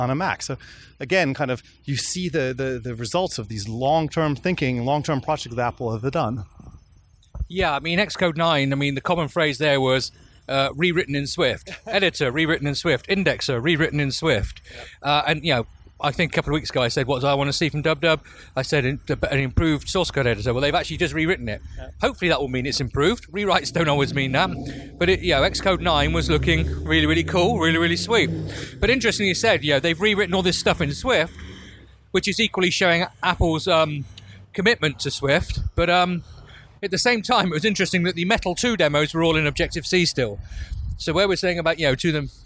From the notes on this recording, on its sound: while walking back to their accommodation